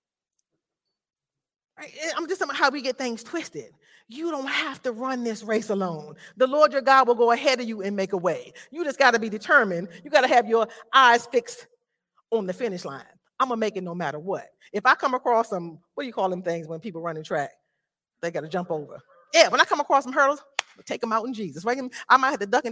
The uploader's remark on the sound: This sermon was recorded live at Newark United Pentecostal Church.